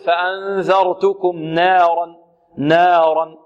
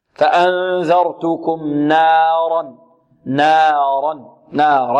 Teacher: يقلل الألف، يميلها أو يقللها، وهذا خطأ، بل تأتي بالفتحة التي على النون والألف التي بعدها خالصة غير مشابه بشيء من الياء وشيء من الكسر · Shown in: second take